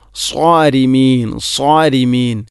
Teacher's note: സ്വാരിമീൻ എന്നതിലെ സ്വാദ് അവിടെ സോരിമീൻ എന്നാണ് പറയുക, സോരിമീൻ ഉണ്ടോ, മലയാളത്തിലെ സോ എന്ന ശബ്ദം. സ്വാദ് ഉച്ചരിക്കുമ്പോൾ നാവിൻ്റെ മധ്യഭാഗം അണ്ണാക്കിലോട്ട് ഉയർന്നു വരണം, അതാണതിൻ്റെ പ്രധാനപ്പെട്ട സ്വിഫത്ത്. അതില്ല എങ്കിൽ പിന്നെ സീനാകും.